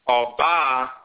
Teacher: Oba, high, low, means a female, a woman.